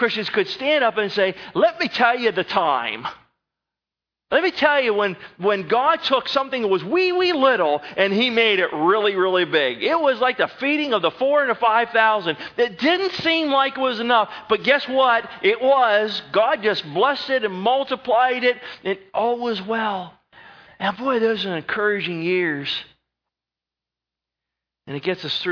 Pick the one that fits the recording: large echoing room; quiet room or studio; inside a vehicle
large echoing room